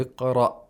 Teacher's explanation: Iqra, we need glottal stop. Yeah, that should be heard.